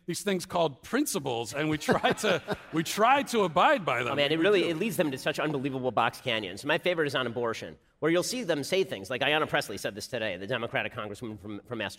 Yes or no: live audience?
yes